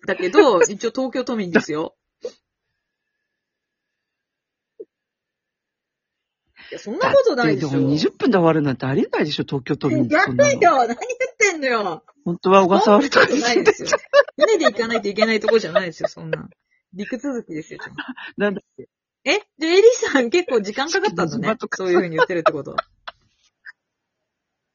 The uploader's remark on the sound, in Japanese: リモートで収録のためタイムラグがあって聞きづらくてゴメンね～